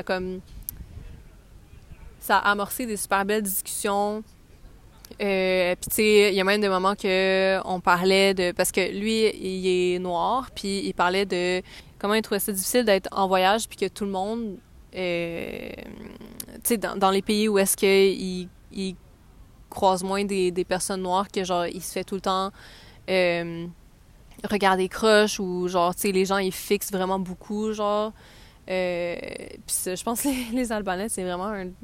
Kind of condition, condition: fault, wind noise